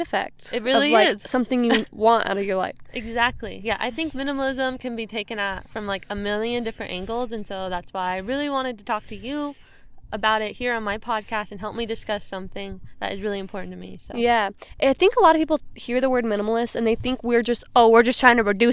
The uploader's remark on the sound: a camping trip with my sister in Joshua Tree, CA where we record a podcast